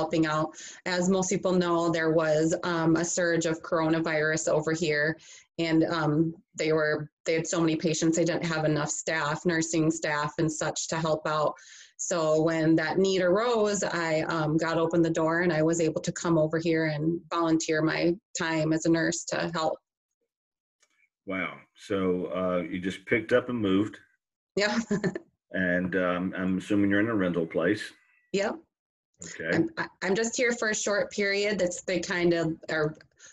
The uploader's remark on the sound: Virtual chapel series "Zooming in on Hope" with a Zoom conversation.